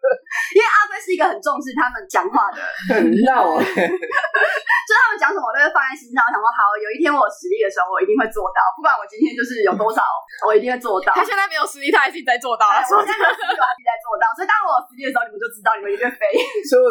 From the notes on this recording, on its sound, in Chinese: 本集音質不好。